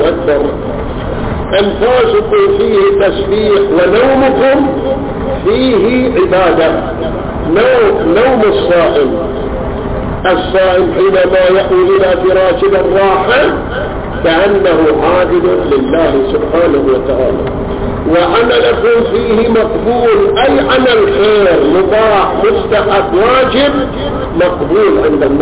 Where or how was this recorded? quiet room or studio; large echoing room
large echoing room